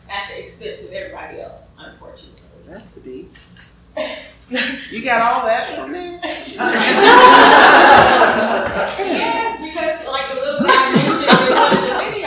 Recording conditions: background noise